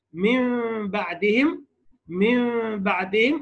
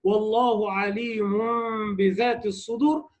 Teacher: تقلب النون الساكنة والتنوين ميما ساكنة عند الباء · Term: الإقلاب